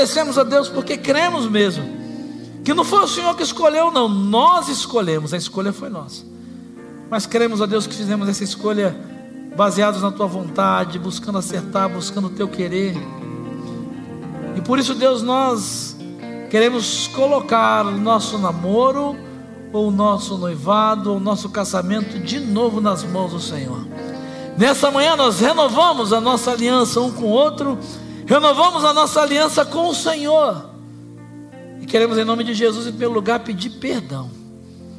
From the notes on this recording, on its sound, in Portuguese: Celebração ao vivo com mensagem trazida pela nossa pastor